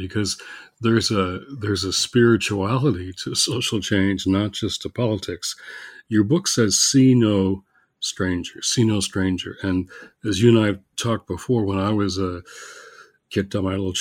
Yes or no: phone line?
no